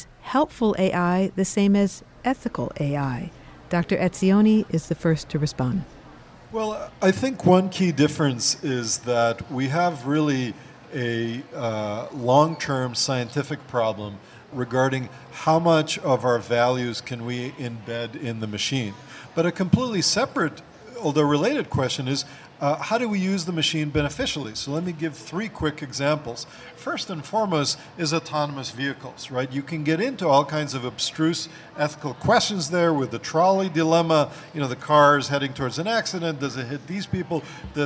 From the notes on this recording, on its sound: Recorded before a live audience at the Seattle meeting of the American Association for the Advancement of Science.